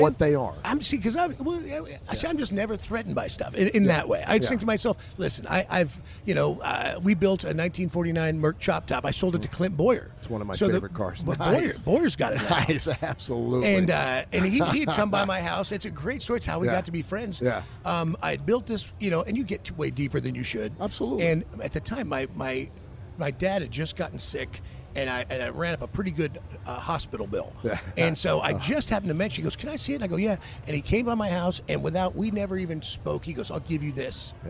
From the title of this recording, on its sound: LIVE FROM STURGIS